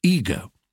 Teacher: Now we've succumbed to American long vowels and say ego.